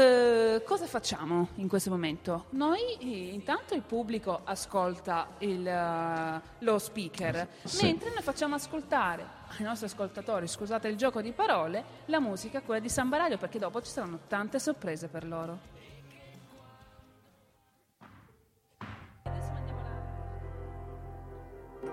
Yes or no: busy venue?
yes